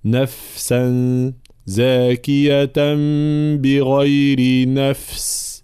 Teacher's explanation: جريان صوت في الفاء لأنها من حروف الرخاوة · Term: صفة الرخاوة